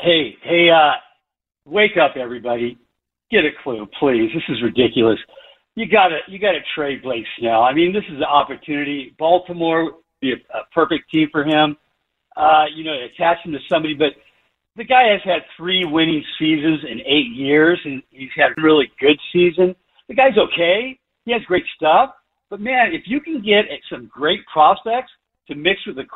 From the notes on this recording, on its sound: Takes phone calls from upset Padres fans.